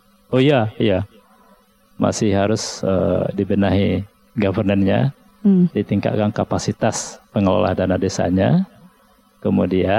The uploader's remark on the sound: Live Outdoor Broadcast Radio Classy FM